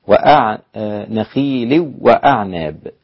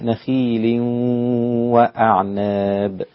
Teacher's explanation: جنة من نخيل ونخيل والحكم هنا عند سائر القراء بالإدغام مع الغنة، أسقط الغنة الإمام خلف، يبقى في إدغام بس من غير غنة · Shown in: first take · هكذا. ونخيل وأعناب، نخيل وأعناب دون غنة، إدغام بدون غنة، لكن الباقون ومنهم حفص مع الغنة، إدغام مع الغنة، نخيل وأعناب.